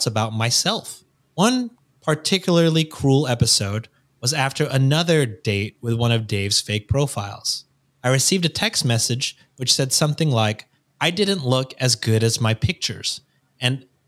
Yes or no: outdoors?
no